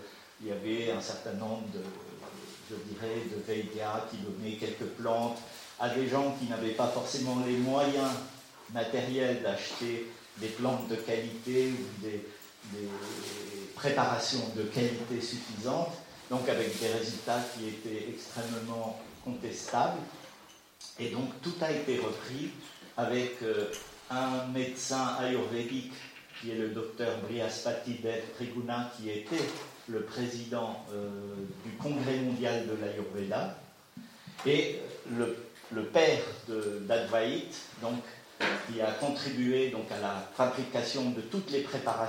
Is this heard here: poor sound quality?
yes